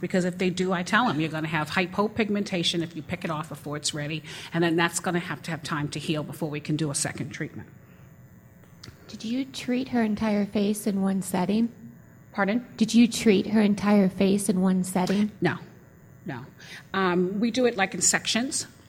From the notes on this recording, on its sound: From the SDPA Annual Summer Dermatology Conference 2016, held June 1 – 5 in Austin, Texas.